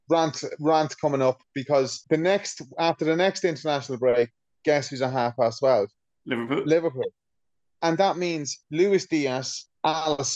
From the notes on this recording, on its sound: As the weather here in our little corner of the world is not woirth driving in, we have our first ever zoom recorded pod for you.